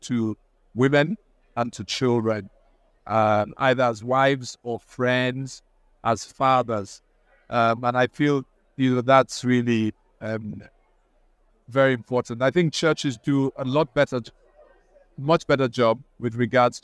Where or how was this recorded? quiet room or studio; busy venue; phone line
busy venue